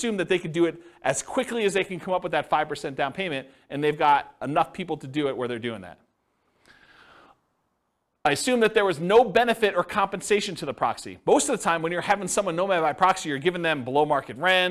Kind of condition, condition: setting, live audience